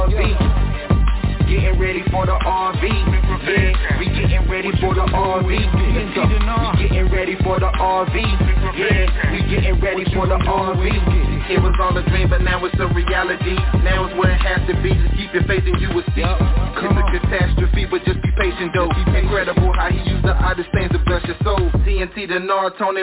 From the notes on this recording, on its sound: TNTSuperfantastic Conference Call